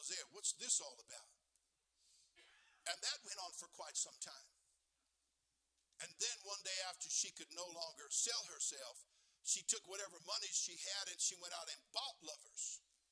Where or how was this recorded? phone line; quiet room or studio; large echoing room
large echoing room